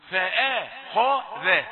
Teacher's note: فأخذ، شوف الفم بيتحرك ازاي، فاء رقيقة اهو، خاء مفخمة، ذا ترجع تاني